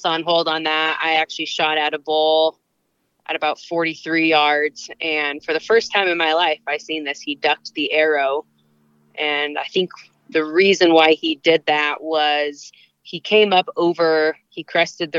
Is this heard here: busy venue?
no